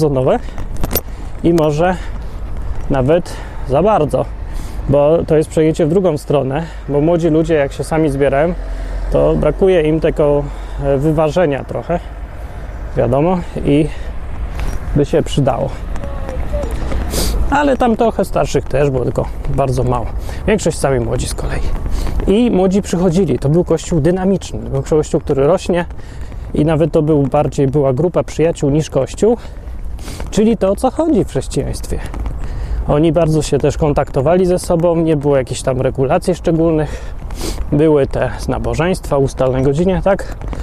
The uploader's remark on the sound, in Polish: Odcinek nagrany w Londynie, podczas łażenia po Hyde Park'u. Można w nim zobaczyć dużo trawy, wiewiórki, kaczki i inne takie.